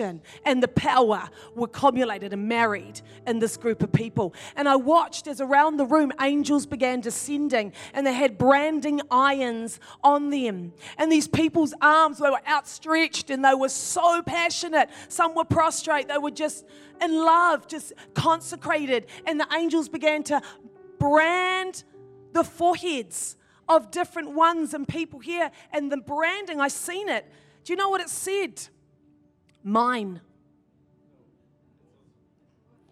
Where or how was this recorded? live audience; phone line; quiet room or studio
live audience